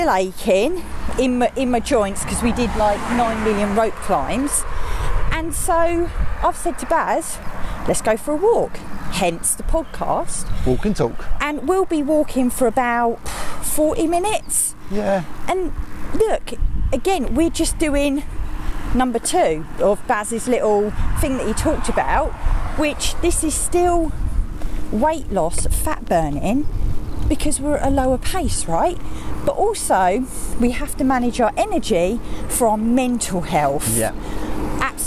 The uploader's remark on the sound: On todays walking podcast.